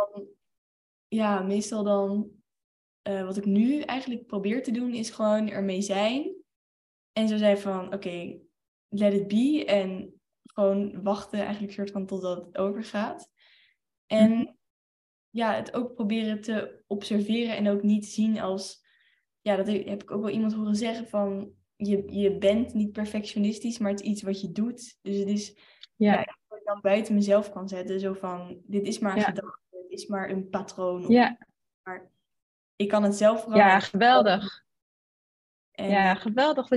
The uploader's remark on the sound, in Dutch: Deze aflevering speelt zich online af via zoom.